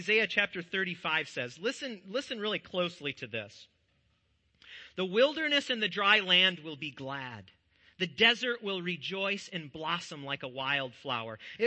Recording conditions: large echoing room